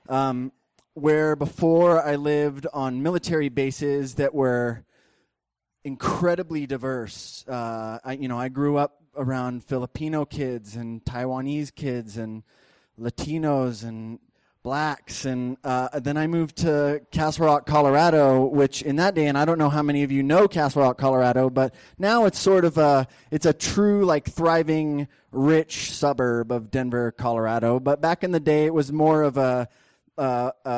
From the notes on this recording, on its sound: These stories were recorded at The Deer Pile on July 18th, 2013